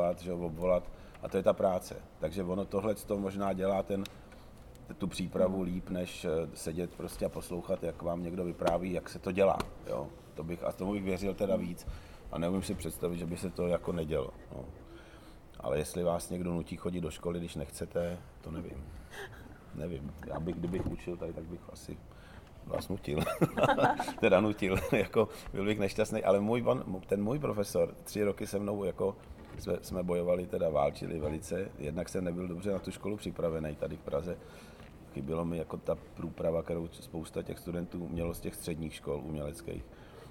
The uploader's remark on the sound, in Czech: Podcast byl nahrán na střeše Divadla Disk v rámci festivalového programu: Dopolední brunche s hosty.